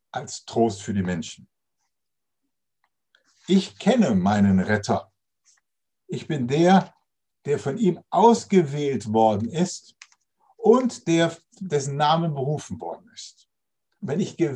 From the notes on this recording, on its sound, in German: Zoom - Gottesdienst.